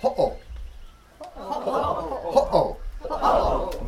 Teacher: It's called an okina in the Hawaiian language, and it's actually a little glottal stop.